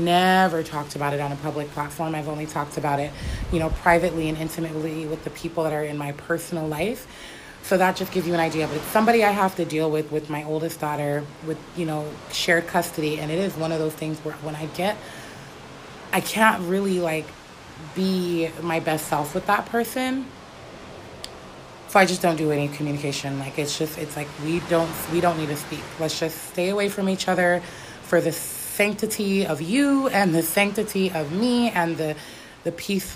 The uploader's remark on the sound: Hawaii!! You will hear the waves crashing the sound of the people and children laughing, the wind the birds chirping and just the sound of nature in it's essence. I thought that Hawaii would be the perfect location for today's episode.